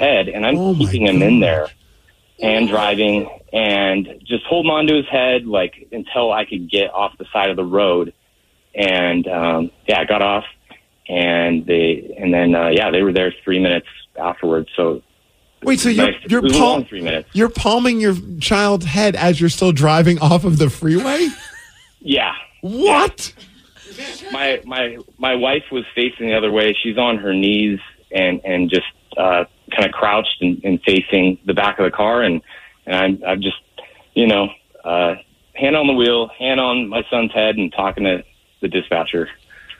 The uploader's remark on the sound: we have the dad on the phone!